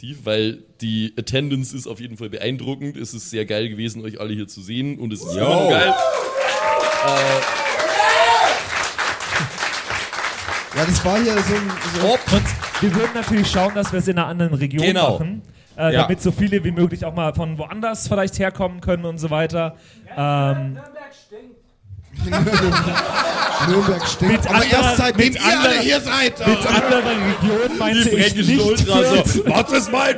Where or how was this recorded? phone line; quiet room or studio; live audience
live audience